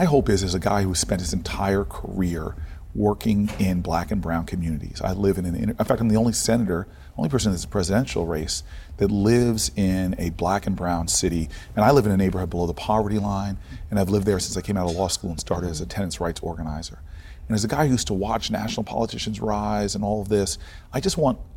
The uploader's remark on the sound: In New Orleans at ESSENCE Festival